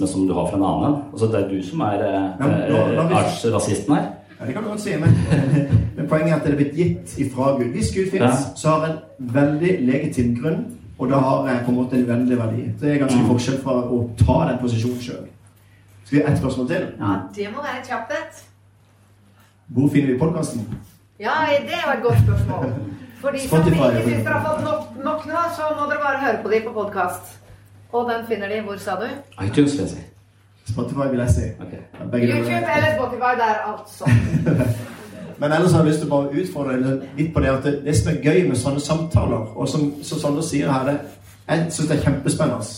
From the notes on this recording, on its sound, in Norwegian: Skolen har også en kristen profil. Var invitert for å spille inn en episode av Pastoren og Psykologen med eleven som publikum. Publikum er unge mennesker.